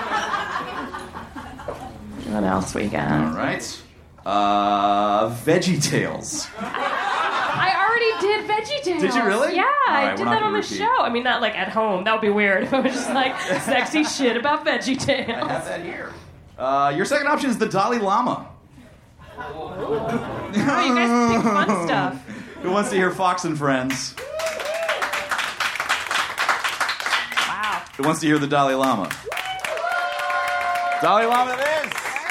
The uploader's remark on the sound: Recorded live at The Virgil in Los Angeles.